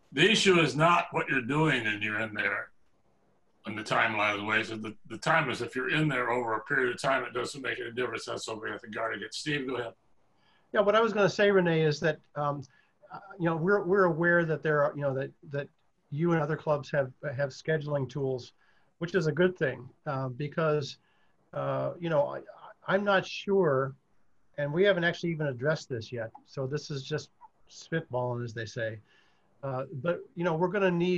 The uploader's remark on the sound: Meeting conducted through Zoom.